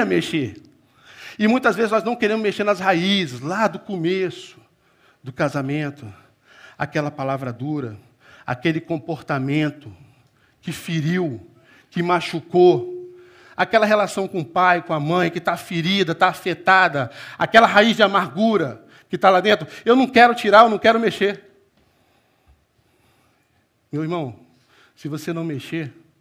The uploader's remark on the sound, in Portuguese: Culto Celebração Manhã